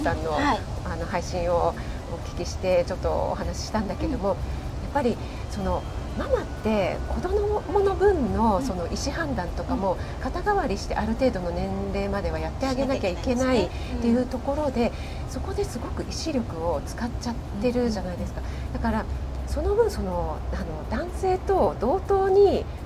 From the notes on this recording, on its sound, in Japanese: リアルコラボ収録。野外収録のため音量調整お願いいたします。